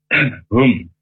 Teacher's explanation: huruf H dari tenggorokan yang paling bawah. hum, tidak boleh hum ya, karena hum itu huruf ha.